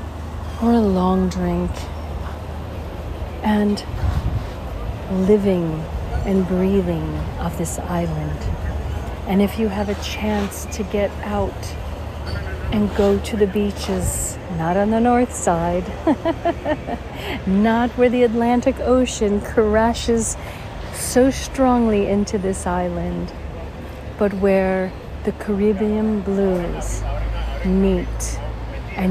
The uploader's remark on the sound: On Location Walk and Talk. San Juan, Puerto Rico.